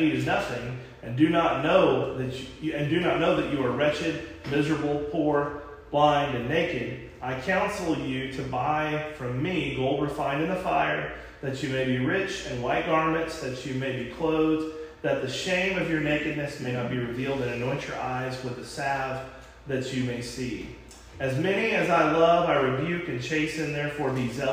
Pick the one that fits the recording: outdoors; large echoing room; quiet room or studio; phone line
large echoing room